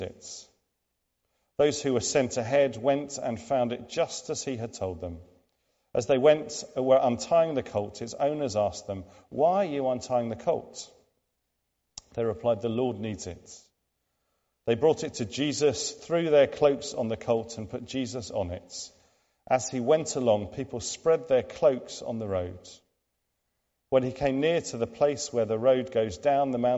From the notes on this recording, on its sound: Recorded at the 10:00 service on Sunday 3rd April 2023 at All Saints Church, Malvern.